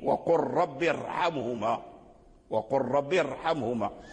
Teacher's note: فلما كان منفصلا يعني الكسر عن الراء لا يجلب الترقيق، فتبقى الراء على أصلها وهو التفخيم